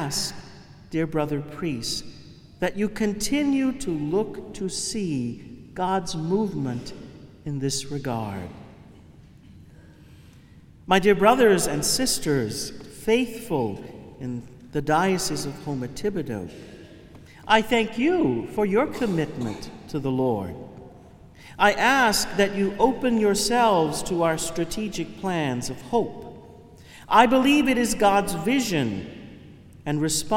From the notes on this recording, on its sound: Homily from the Chrism Mass 2019. Cathedral of St.